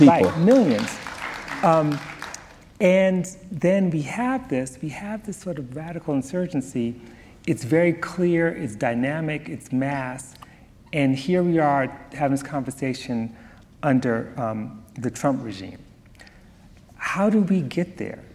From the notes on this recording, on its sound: Recorded at the Lensic Theater in Santa Fe, New Mexico on September 11, 2019. Recorded at the Lensic Theater in Santa Fe, New Mexico.